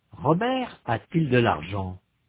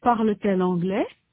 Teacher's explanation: On ajoute alors un T entre le verbe et le pronom pour séparer les deux voyelles.